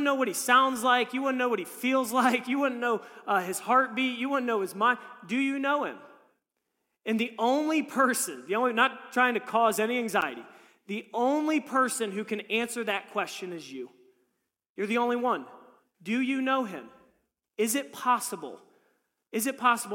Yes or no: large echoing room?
yes